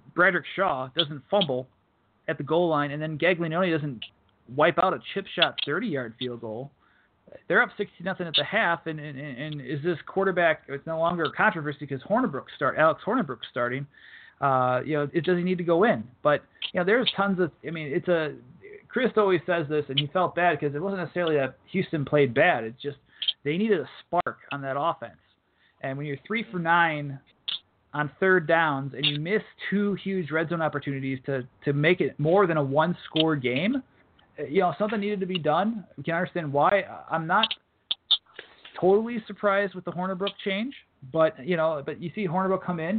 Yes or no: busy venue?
no